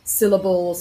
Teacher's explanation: Syllables has it on the first part, on sill. · Term: stress